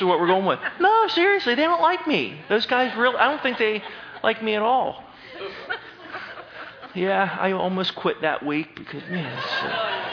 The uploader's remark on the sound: Northside Baptist Church of Elkhart, Indiana.